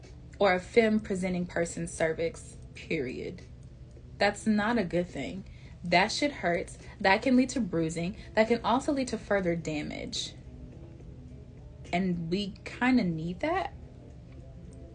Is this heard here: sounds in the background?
yes